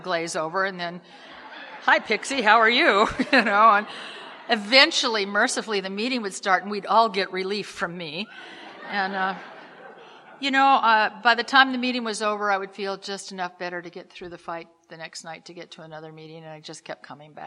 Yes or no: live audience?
yes